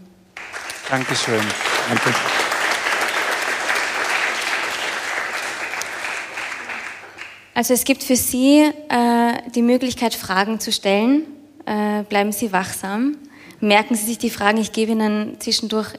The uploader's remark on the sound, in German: Ein Mitschnitt unserer Mitgliederversammlung aus der Roten Bar des Volkstheaters.